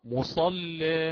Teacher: وإن كنت أقرأ بتوسط البدل فحينها عندي التقليل فقط في ذوات الياء، وهذا التقليل يتعين معه ترقيق اللام، فأقرأ مصل، رققت اللام وقللت الألف